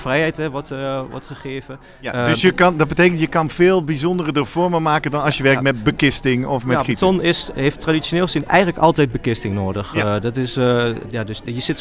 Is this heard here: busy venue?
yes